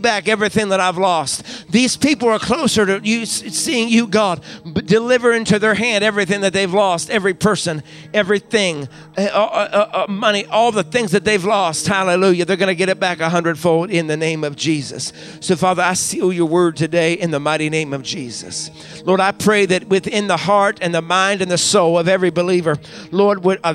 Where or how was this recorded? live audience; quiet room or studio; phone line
live audience